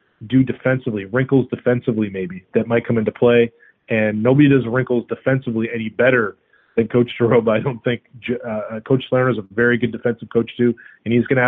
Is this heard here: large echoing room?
no